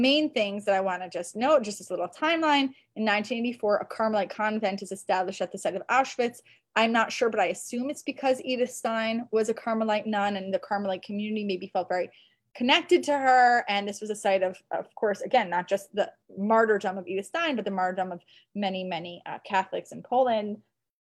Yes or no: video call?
yes